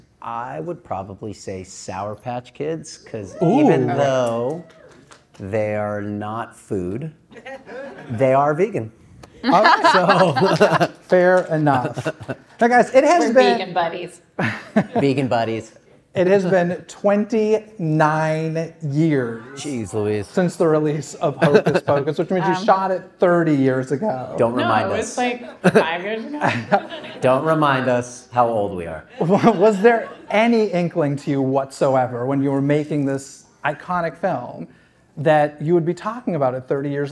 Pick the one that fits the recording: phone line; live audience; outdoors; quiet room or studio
live audience